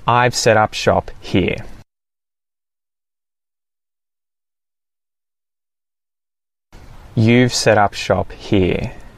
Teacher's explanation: I use a T flap when I say the T in the phrasal verb set up.